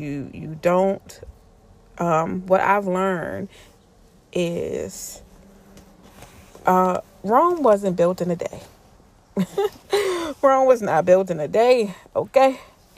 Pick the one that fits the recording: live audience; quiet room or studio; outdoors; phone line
outdoors